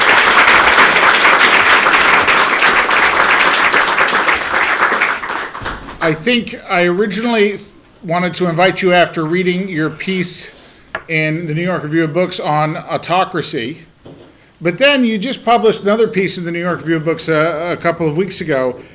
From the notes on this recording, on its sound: During a visit to the Shorenstein Center. This Shorenstein Center Speaker Series event was recorded March 28, 2017, at Harvard Kennedy School.